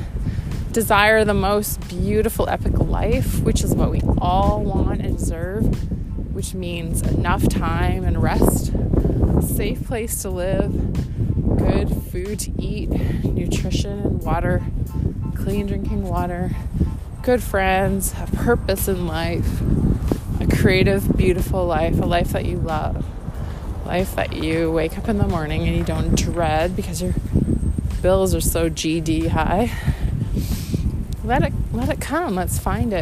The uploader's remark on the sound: Random ramblings while walking in miserable, windy, winter, dreaming of living in tropical paradise. Windy, winter walk.